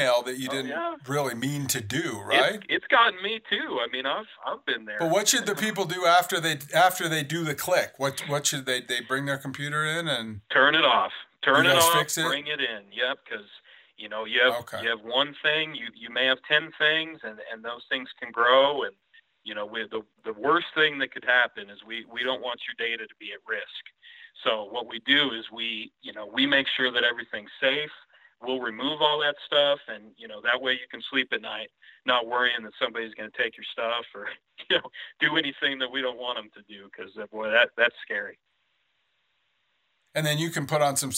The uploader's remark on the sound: call in and talk about their businesses